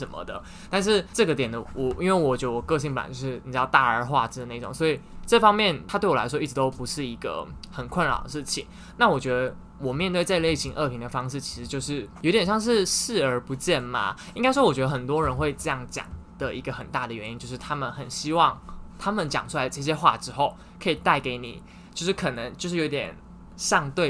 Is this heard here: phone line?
no